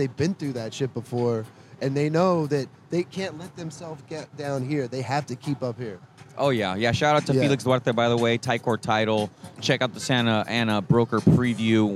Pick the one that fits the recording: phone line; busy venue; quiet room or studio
busy venue